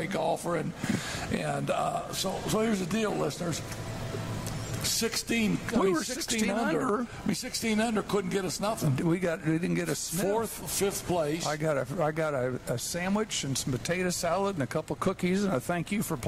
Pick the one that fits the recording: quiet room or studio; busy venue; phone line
busy venue